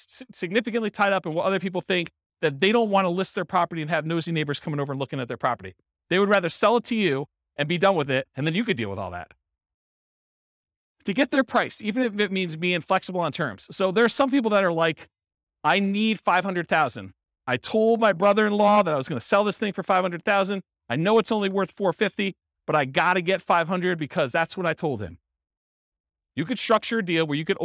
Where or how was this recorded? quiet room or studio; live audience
live audience